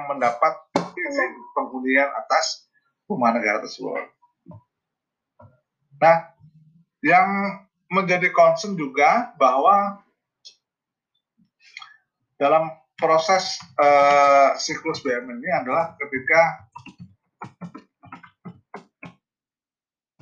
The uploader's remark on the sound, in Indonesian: MAAF KALO BERISIK, LAGI MAKAN RENDANG.